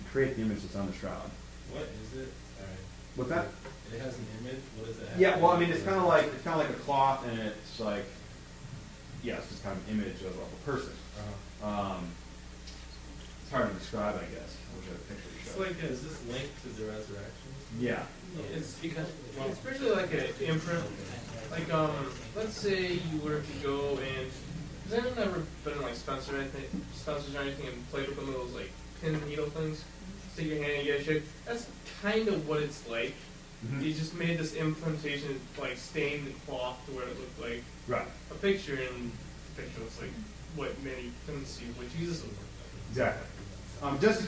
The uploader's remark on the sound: This episode contains a live recording of a talk I gave for the Campus Crusade for Christ ministry at Saginaw Valley State University (where I attend college).